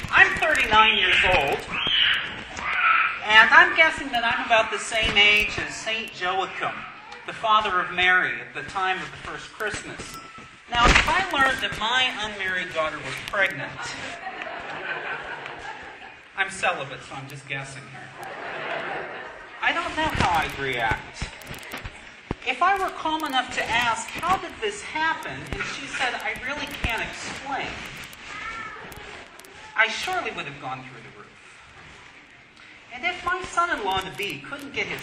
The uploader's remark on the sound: Sorry for the lousy audio quality. I cut out the Q&A with the kids -- the audio was unbearable!